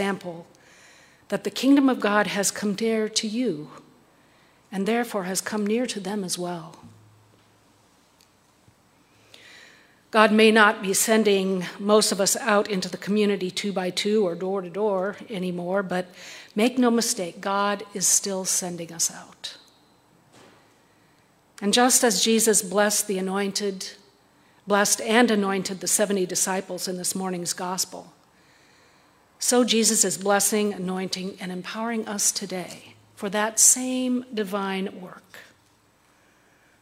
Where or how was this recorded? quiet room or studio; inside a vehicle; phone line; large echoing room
large echoing room